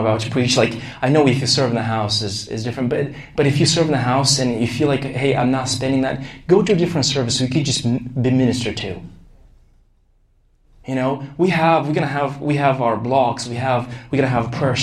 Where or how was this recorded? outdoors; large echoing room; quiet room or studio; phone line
large echoing room